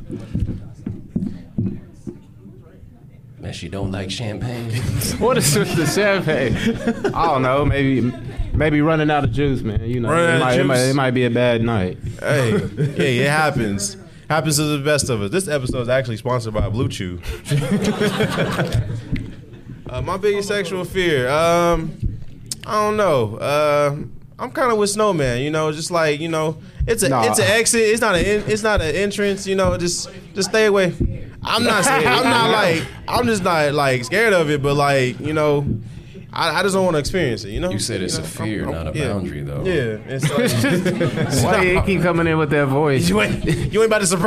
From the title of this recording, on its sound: Dreamcon Panel 2022